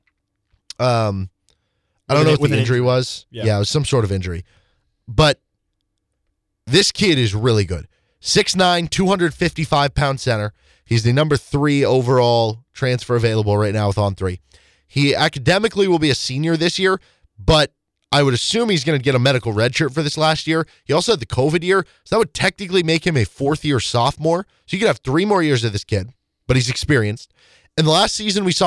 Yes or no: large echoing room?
no